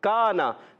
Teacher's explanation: کاف کا مخرج زبان کی جڑ اور تالو کا سخت حصہ